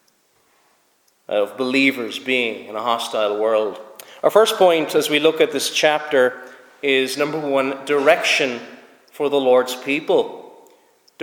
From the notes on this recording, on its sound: Preached at Snizort Free Church